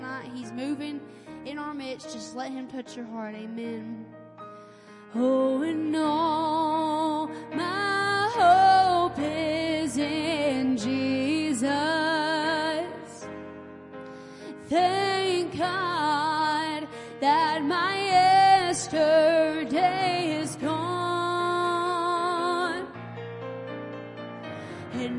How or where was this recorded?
large echoing room